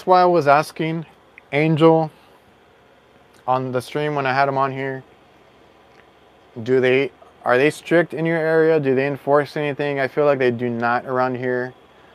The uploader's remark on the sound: Live From My Van. We actually live streamed from my van.